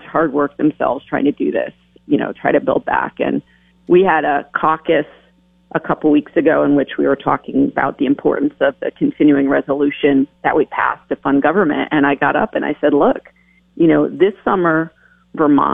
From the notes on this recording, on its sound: calls in from Washington